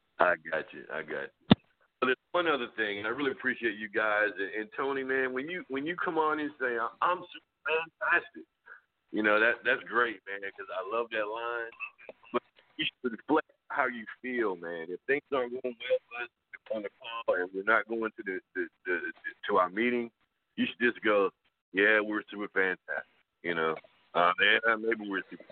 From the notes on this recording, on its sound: TNTSuperfantastic Conference Call